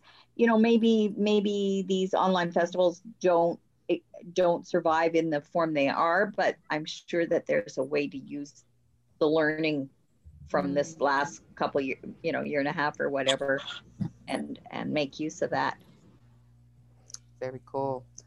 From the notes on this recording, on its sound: Sit around the Zoom table hopefully for the last time with hot beverages.